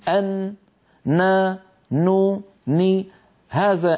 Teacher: طرف اللسان يقرع ما يحاذيه من غار الحنك الأعلى ويخرج غنة مع هذه القرعة من الخيشوم، أن نا نو ني، هذان الصوتان مع بعضهم أو هذه القرعة مع الغنة مجموعهما يشكل حرف النون.